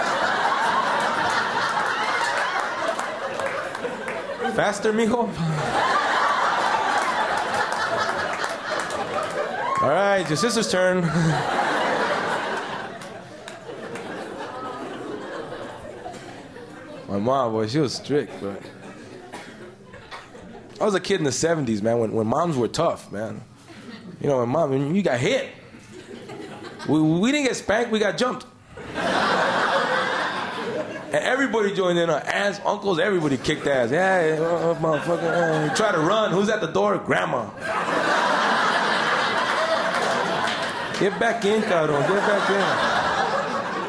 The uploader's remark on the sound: Format: Original Recording. Publisher: Uproar Entertainment. Performed in front of a rowdy and appreciative audience.